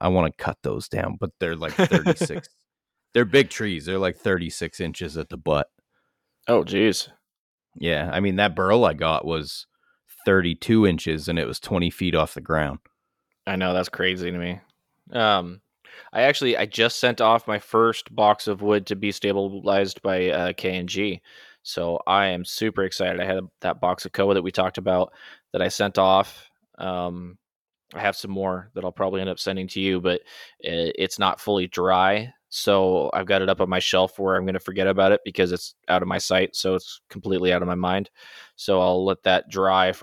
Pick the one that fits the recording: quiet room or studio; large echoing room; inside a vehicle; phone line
quiet room or studio